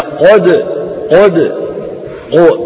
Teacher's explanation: بيضم شفايفه من أجل تفخيم القاف، ليس التفخيم بضم أو بزم الشفتين وإنما بضغط الصوت إلى أعلى.